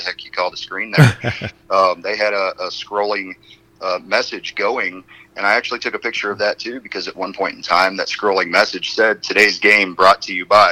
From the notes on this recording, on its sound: The phone interview starts out with the three discussing how it took several months to make this interview happen.